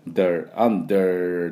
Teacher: アメリカ英語ですね。Der、Under で R を引いていきます。